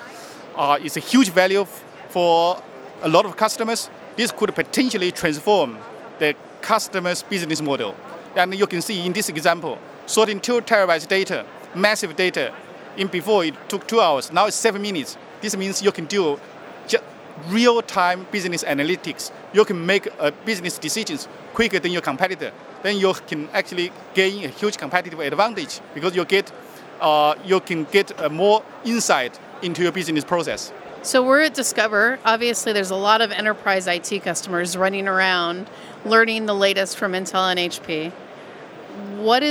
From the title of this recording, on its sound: Live from HP Discover